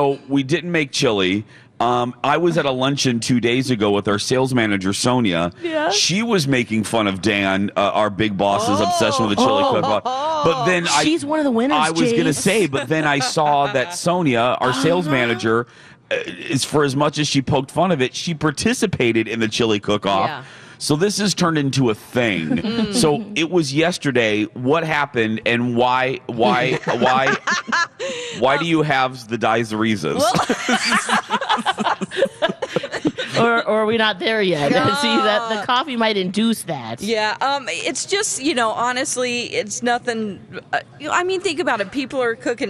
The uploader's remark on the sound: broadcast live from the AC Hotel for the Superbowl